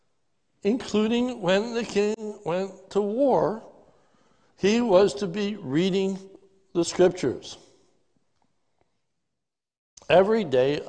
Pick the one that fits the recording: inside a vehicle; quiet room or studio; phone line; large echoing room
large echoing room